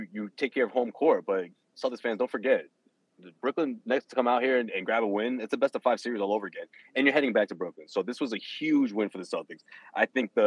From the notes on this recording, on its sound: LIVE from TD Garden